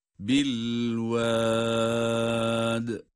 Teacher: Yine sondaki dal harfi kalkale, ince okunan bir harf. Kalkaleyi de dolayısıyla ince bir sesle yapmamız lazım.